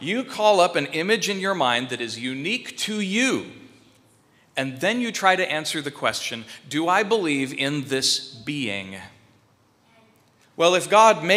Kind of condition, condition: setting, large echoing room